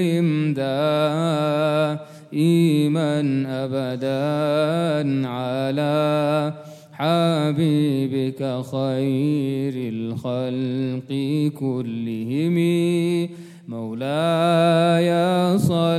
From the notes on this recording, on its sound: at the Houghton Masjid (West Street)